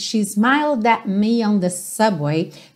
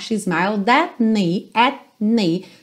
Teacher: Mas uma das características que acontecem com alguma frequência é nesses T's, por exemplo, que é uma consoante oclusiva, que vem depois de uma vogal, at, você, ao invés de fazer o T, você corta essa vogal abruptamente · Shown in: first take · Term: fecha mesmo a glote